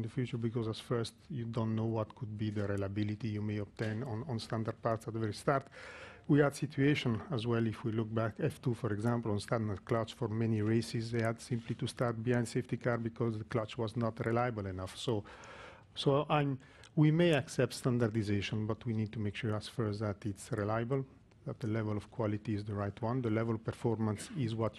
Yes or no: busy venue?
yes